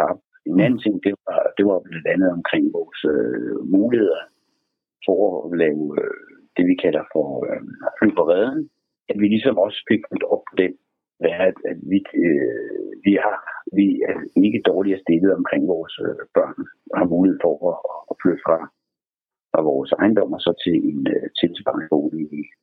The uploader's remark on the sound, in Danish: et telefoninterview